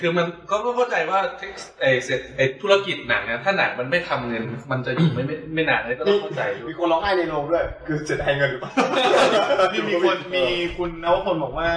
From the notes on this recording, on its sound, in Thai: EP นี้อัดเสียงไม่ค่อยดีเท่าไหร่นะฮะ พอดีเครื่องอัดแบตหมดกลางคัน เลยได้แต่ใช้ไฟล์ที่ดูดจาก Live video